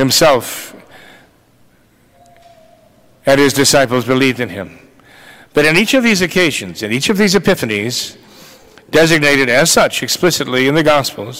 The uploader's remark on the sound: This recording was taken from the Immaculate Conception Church sermon on 1/7/2024